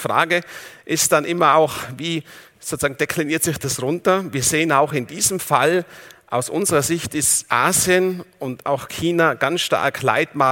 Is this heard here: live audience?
yes